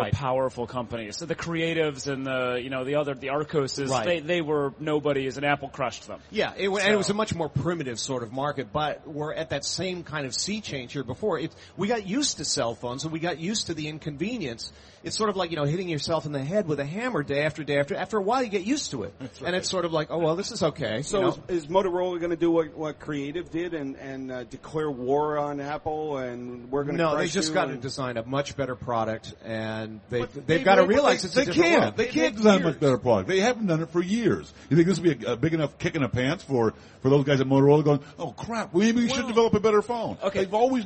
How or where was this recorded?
busy venue